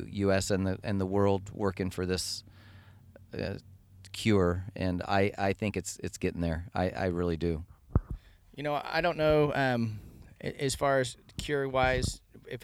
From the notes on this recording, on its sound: For this podcast I parked my van outside the Brickhouse Tavern in Vancouver Washington and talked to some TRK members during BrewFest.